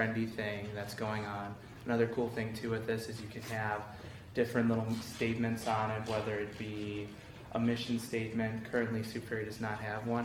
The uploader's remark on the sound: Small Business Client Presentations. Presentations by ENTP 346 students for local businesses. Recorded at City Hall, Lake Forest IL.